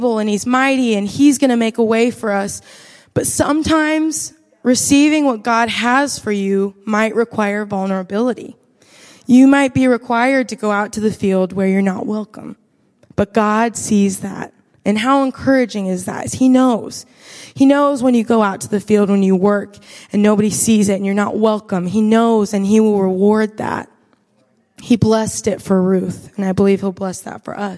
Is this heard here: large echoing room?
yes